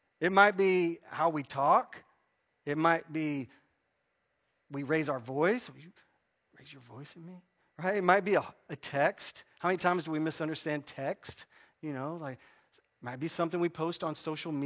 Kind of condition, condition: setting, large echoing room